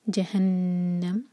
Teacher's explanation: نون پر شدہ ہے تو نون پر غنہ کیا جائے گا، دو سیکنڈز کا ٹائم دیں گے